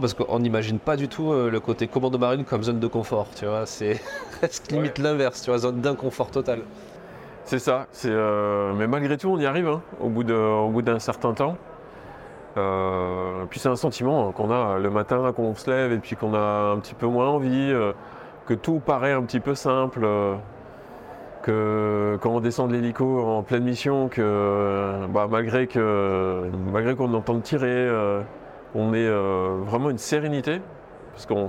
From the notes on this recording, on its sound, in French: Un nouvel épisode enregistré sur le salon Milipol à Paris.